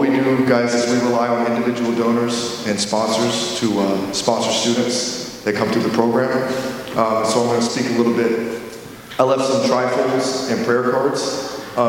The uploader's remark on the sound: during Sunday worship at The Center on Main